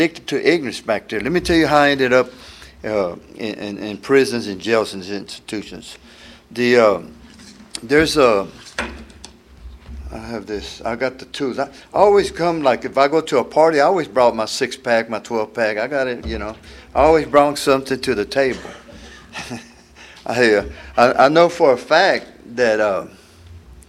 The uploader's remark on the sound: tells his story at the 34th Freedom From Bondage Conference in Aberdeen NC in 2023